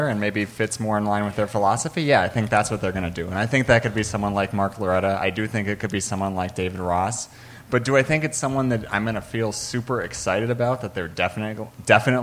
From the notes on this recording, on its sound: Live From Gman Tavern in Chicago!